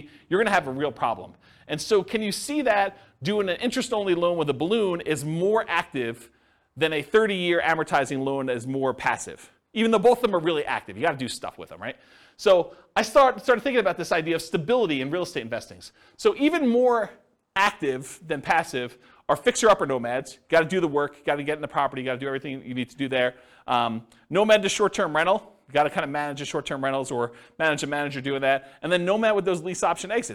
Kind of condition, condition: setting, live audience